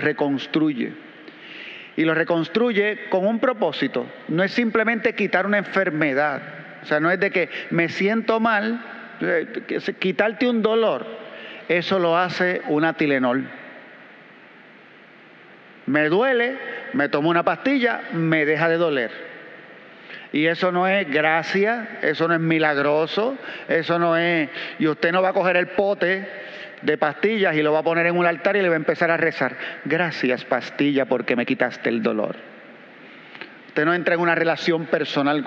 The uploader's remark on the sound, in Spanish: Grabada en la celebración eucarística dominical en nuestro Santuario